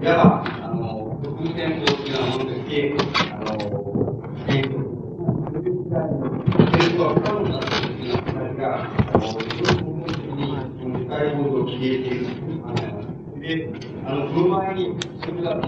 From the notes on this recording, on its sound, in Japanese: 場所：中野公会堂。共産主義者同盟叛旗派の主催による 〈首都労学政治集会〉での講演。ノイズが多く、音質はよくない。